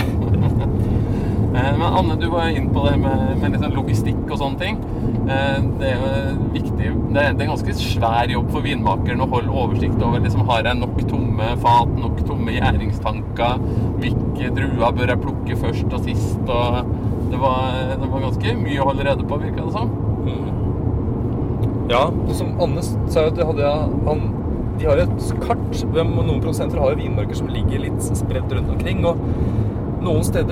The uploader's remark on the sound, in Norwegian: Lyden er ikke helt super i denne episoden, men forhåpentligvis tåler du litt bilstøy. Det var nemlig så spennende å være med på innhøstingen at vi måtte ta opp podcasten mens vi kjørte bil... Dette er den andre av tre episoder fra vårt besøk i det franske vinområdet Jura.